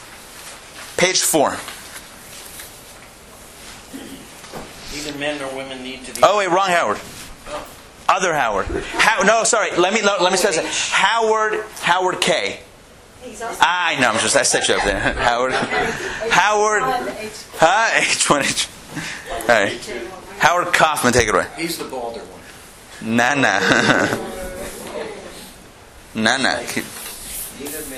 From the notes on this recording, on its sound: Recorded live at the Intown Jewish Academy